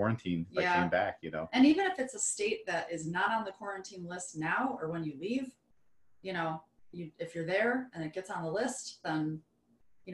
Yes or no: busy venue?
no